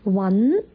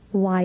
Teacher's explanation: 但是稳是有鼻音的，歪是没有鼻音的